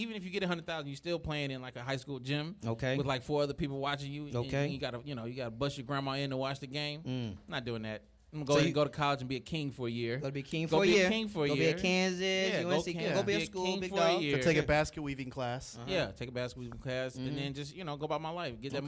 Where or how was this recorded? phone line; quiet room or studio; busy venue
busy venue